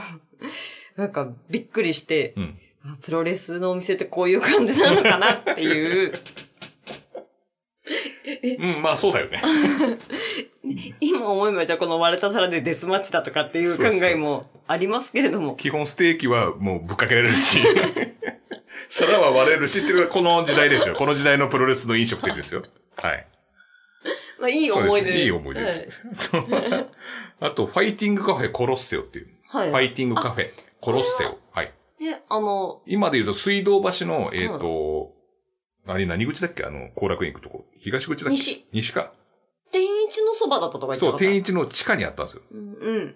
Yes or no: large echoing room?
no